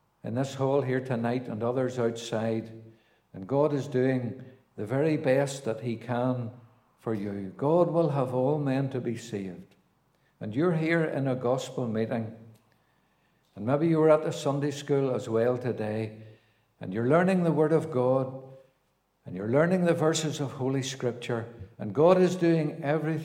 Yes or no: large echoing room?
yes